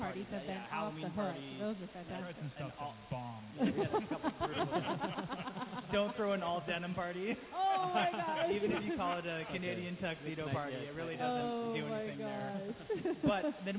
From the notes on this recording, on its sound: Broadcasts live from Matthew's Winery.